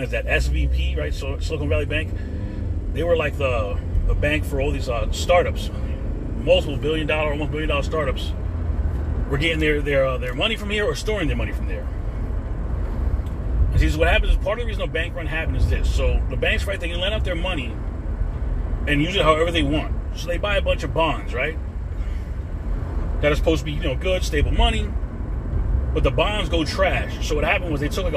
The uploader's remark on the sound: I recorded this CarCast Monday but the app update wouldn't find the second segment.